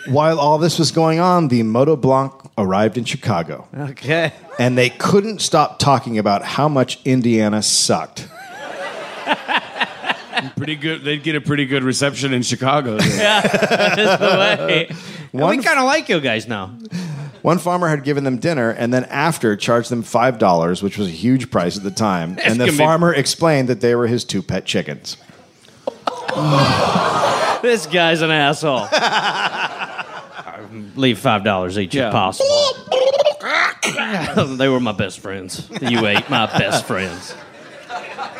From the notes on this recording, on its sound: Recorded live at SXSW.